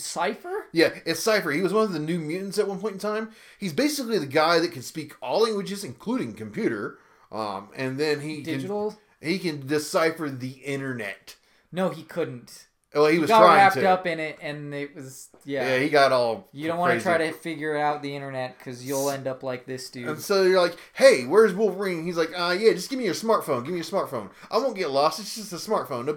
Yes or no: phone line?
no